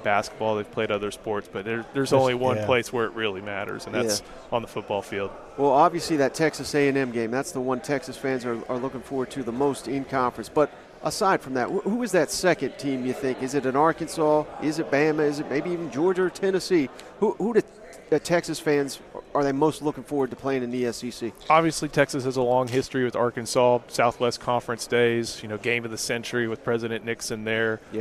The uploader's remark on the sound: at 2023 SEC Media Days live from Nashville Tennessee